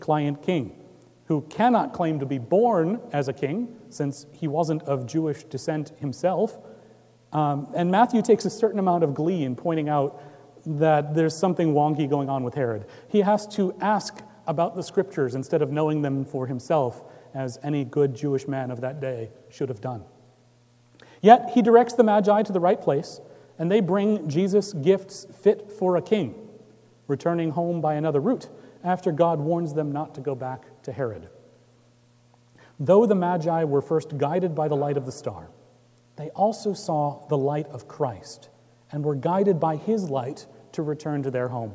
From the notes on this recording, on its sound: Recorded Jan 7, 2018 at Trinity Presbyterian Church in Bixby, Okla.